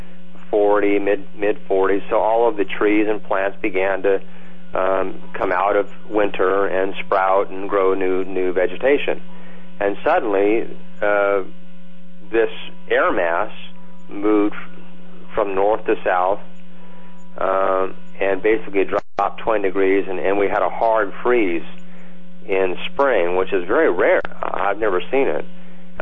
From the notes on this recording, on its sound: Open Phone line